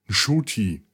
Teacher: Also der Name, geschrieben N-C-U-T-I, wird ausgesprochen Shuti. Mit einem nicht ganz stummen N quasi am Anfang.